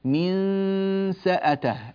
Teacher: آخر اللسان من الخلف، فيأخذ الفم شكل الحرف التالي، من سأته، النون تأخذ شكل السين في فمي، فمي يأخذ شكل الحرف التالي. فهذه قاعدة الإخفاء، وبها تتم